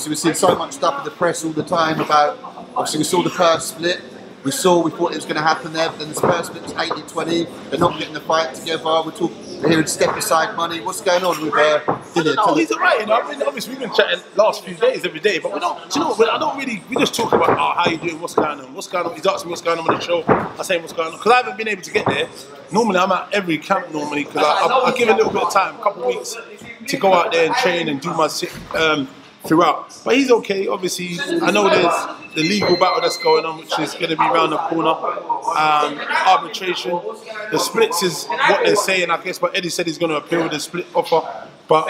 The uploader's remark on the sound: Video Interview. Please Excuse The Background Noice, It Was Really Busy In The Gym.